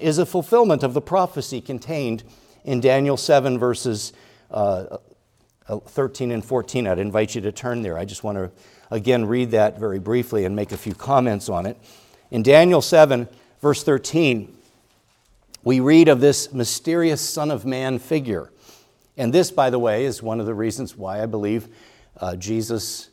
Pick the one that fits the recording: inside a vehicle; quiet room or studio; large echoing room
large echoing room